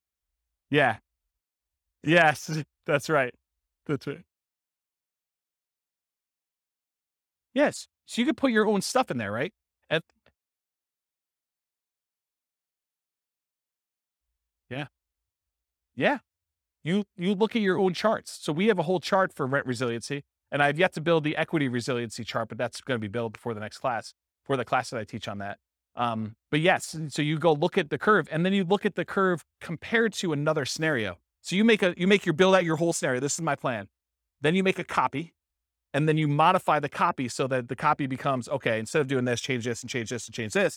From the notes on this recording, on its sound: This was a live class recorded.